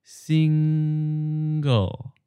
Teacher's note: Now split it into two syllables, single. But as you end on the NG sound of the first syllable, hold it for a bit and then slide into the second syllable, like this, single.